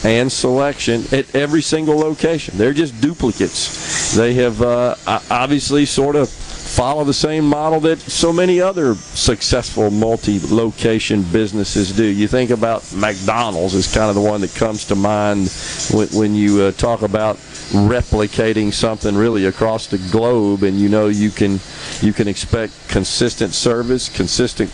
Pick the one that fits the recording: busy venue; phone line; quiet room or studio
busy venue